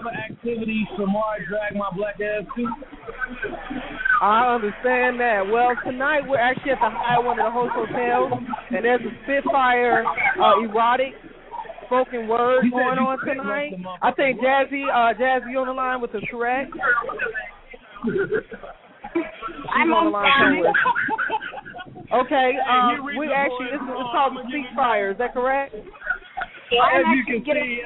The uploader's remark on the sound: The Annual Black Gay Pride Fest in Atlanta is the largest in the U.S. Live remote broadcast with celebrity interviews, event promoters and party goers live at various events in the city.